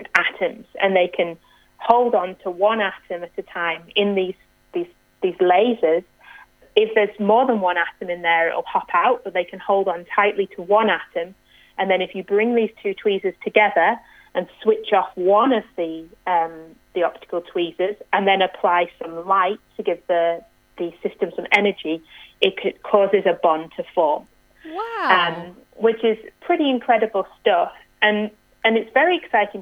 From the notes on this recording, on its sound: needed to call in from home